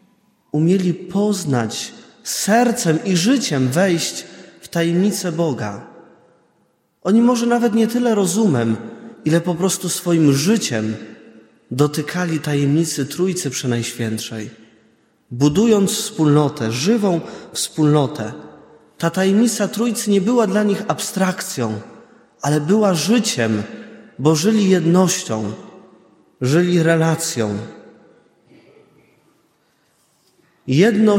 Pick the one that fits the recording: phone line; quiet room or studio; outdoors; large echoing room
large echoing room